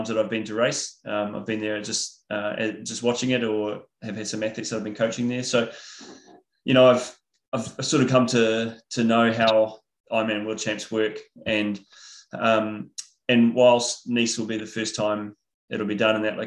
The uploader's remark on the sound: IRONMAN World Championships Nice webinar audio.